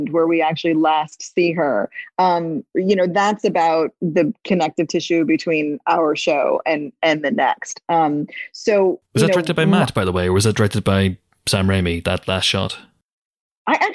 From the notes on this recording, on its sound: across Zoom